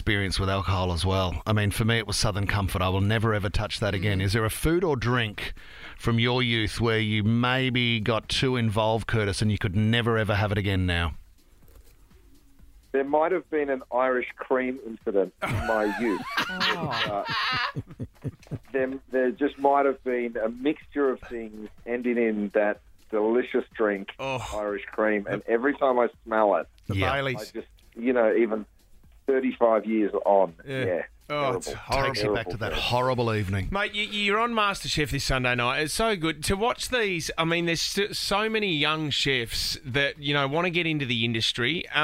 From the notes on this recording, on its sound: called in from the states to chat with us!